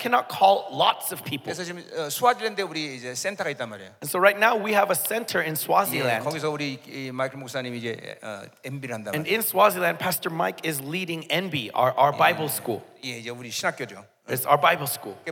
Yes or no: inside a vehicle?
no